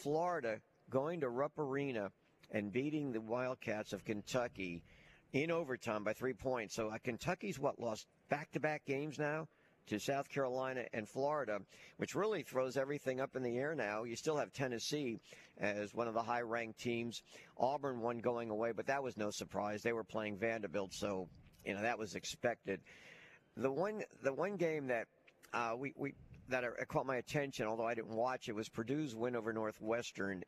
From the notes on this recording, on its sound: live from the Senior Bowl on a Thursday edition